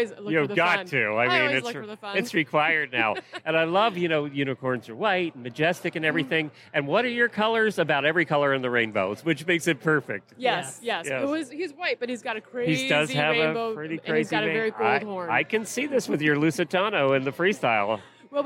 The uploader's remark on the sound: Live from Day 1 at Equine Affaire, Ohio. Live from Equine Affaire in Ohio. They bring you interviews with some of the fascinating clinicians, vendors and spectators that are attending this year!